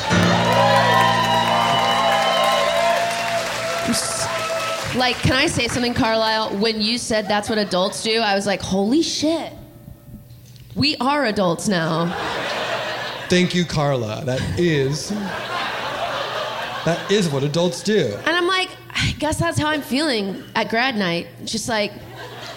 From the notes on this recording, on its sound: The following was recored live 9-19-2023 at Mississippi Studios in Portland Oregon. This was the 2nd of two shows played last night.